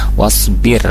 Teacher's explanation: Kemudian ada ro sukun wasbir. Di sini karena diawali dengan kasrah maka halus tipis